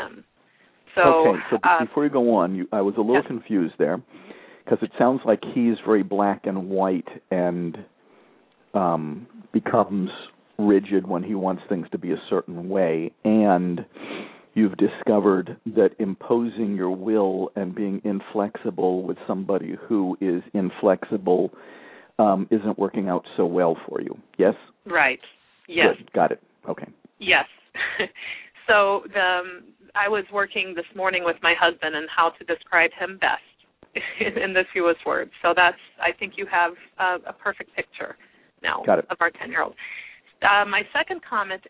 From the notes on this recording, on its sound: Several parents called in with questions.